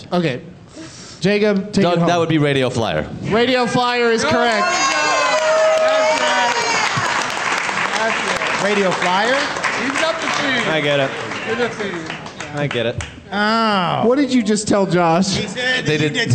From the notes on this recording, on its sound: Live from the Tacoma Comedy Club